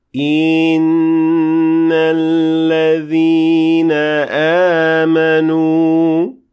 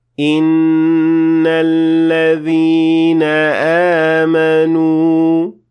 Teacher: I extended the kasra under the hamza, resulting into a ya that is added needlessly to the beginning of the word · Shown in: first take · Term: long vowel